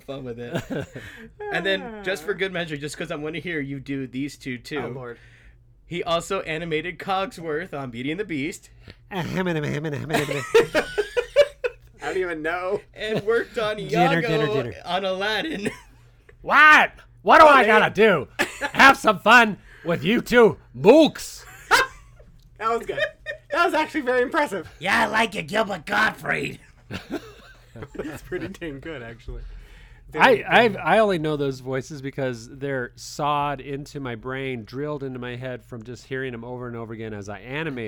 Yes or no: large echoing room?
no